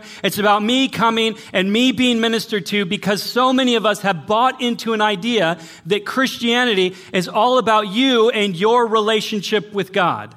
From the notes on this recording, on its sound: Sermon audio from Northview Young Adults.